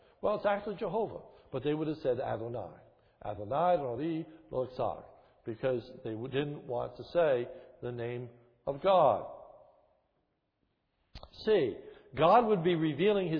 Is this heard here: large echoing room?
yes